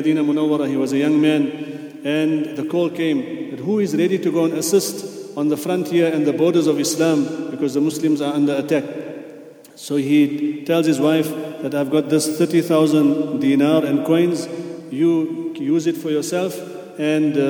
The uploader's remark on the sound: at the Houghton Masjid (West Street)